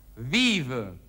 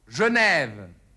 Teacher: Man muss also sagen, vive. Ein anderes Beispiel für dieses französische V, das sich wie W ausspricht. Die Stadt Genf.